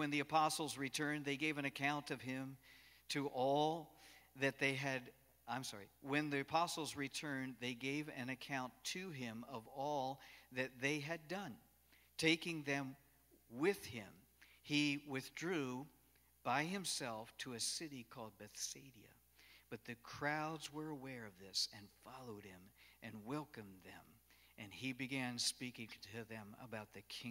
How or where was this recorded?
large echoing room